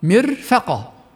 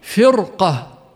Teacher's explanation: فكلمة مرفقة مثلا يجب ترقيق الراء فيها مرفقة، لكن كلمة فرقة يجب تفخيم الراء فيها فرقة، مع أن الكلمتين جاءت الراء فيها ساكنة وقبلها كسر أصلي موصول بها مر فر، لكن الفارق بينهما الحرف الذي جاء بعد الراء في كل واحدة منهما.